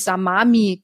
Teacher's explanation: Also dass sie wirklich das L durch das M ersetzt, weil im, am Ende des Wortes kommt ein Hm und dann ist es einfacher, Samami zu sagen. · Term: Assimilationen